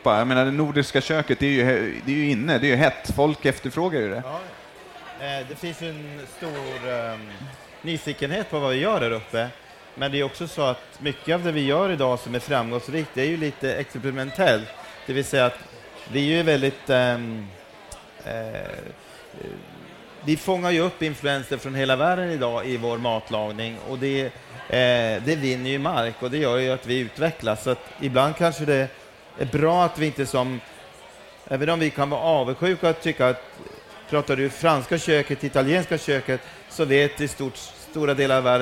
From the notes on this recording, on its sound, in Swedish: På scen på Farmers Market